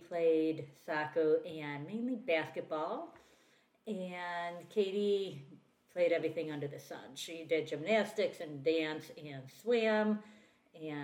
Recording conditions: uneven or low level